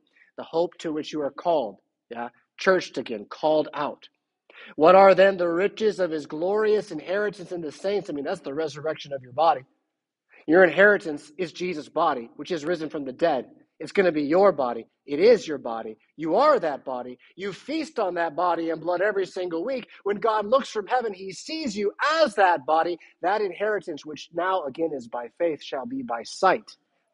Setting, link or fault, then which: setting, large echoing room